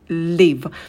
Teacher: А на звуке л кончик языка идет на альвеолы. Сидим подольше на этом звуке, вытягиваем его.